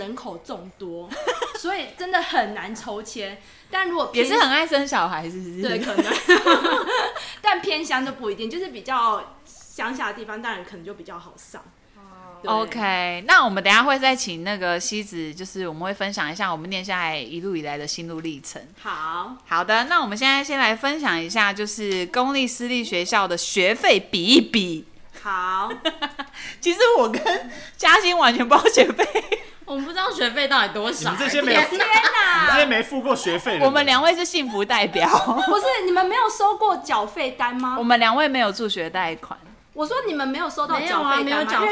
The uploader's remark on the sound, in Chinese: 邊哄小孩邊錄音超敬業 聲音距離較遠敬請見諒。